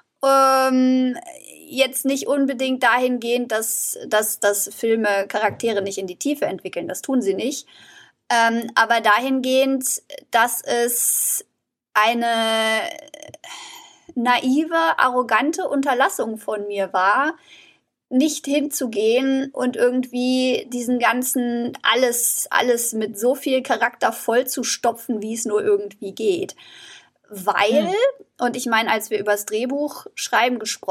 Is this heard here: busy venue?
no